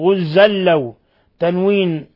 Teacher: تنوين فتح جاء بعده اللام إضغام بغير غنة